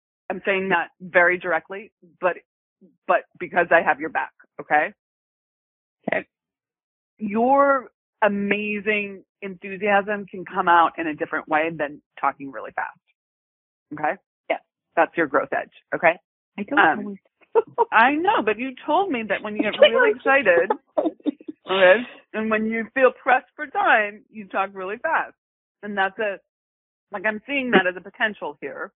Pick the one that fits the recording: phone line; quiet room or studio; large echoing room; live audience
phone line